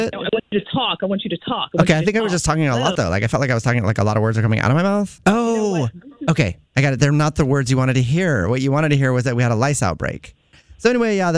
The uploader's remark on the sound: In this Phone Prank, calls a woman.